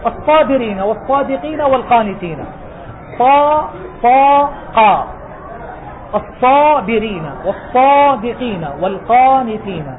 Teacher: قراءتي في الأربع الحروف صاد وضاد وطاء وضاء أقوى، لأن حرف إطباق، وما يجوز أن أسمع صوتا متشابها، وهذا يتأكد إذا جاءت كلمات متجاورة.